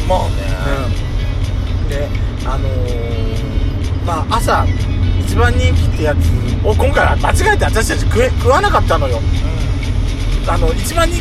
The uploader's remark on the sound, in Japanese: ドスドライブ収録。ロードノイズゴメンね。山形庄内。